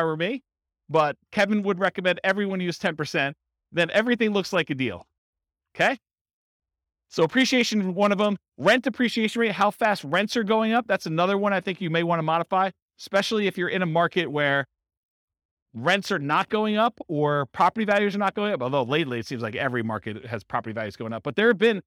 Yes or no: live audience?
yes